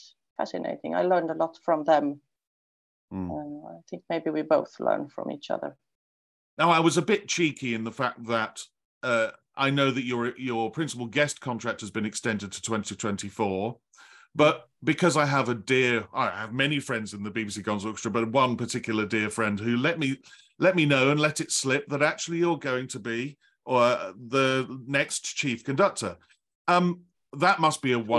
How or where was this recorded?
video call